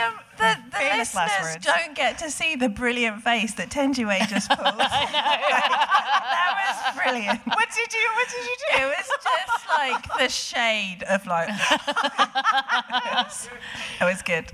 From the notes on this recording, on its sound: We finally heard from a member of the audience